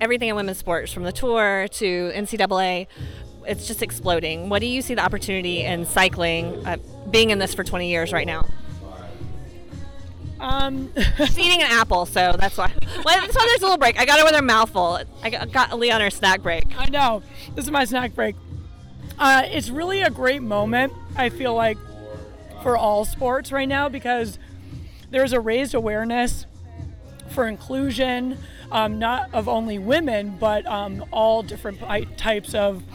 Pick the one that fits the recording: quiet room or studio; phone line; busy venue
busy venue